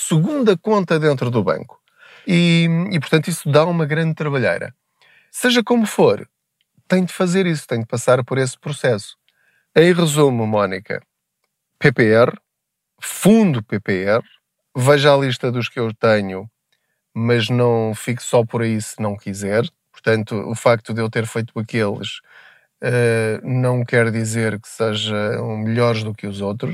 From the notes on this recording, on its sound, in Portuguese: Não ligue aos barulhos da viagem.